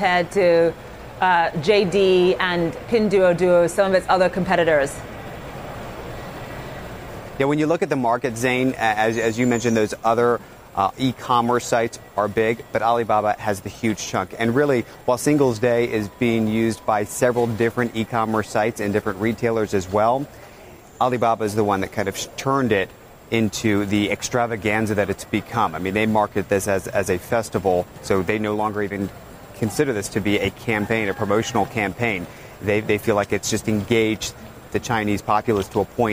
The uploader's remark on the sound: live from The New York Stock Exchange